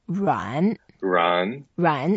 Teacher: 软 is a third tone. So we go down a bit and then go up.